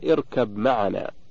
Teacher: إدغام الباء في الميم في قوله تعالى اركب معنا في سورة هود إدغاما كاملا للتجانس الذي بينهما.